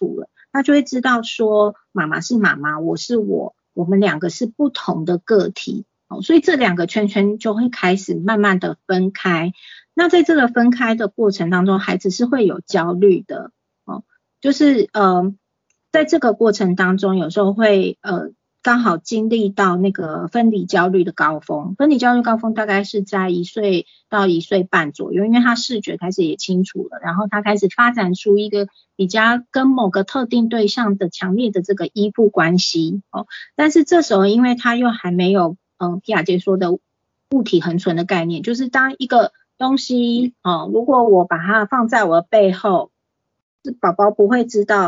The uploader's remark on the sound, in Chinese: 此為線上課程錄音檔！